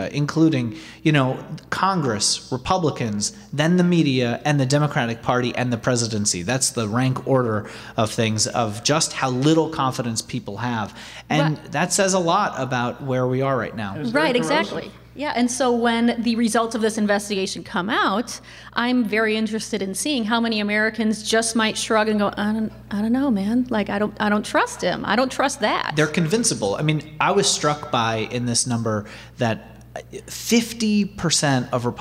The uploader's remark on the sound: In front of a live audience at the Warner Theatre in Washington, D.C.